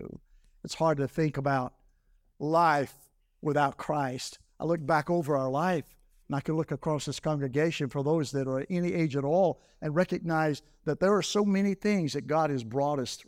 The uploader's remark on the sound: This message was delivered on November 26, 2023, during the morning service.